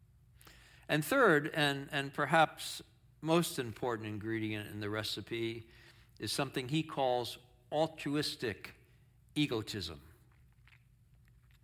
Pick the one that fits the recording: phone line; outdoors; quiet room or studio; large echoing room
large echoing room